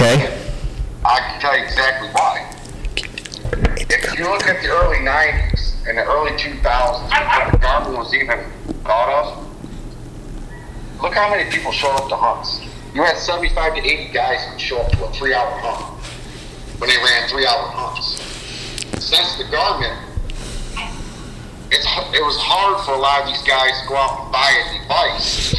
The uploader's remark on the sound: The LIVE Call. With three individuals from different parts of the country. Our guests joined us via phone call.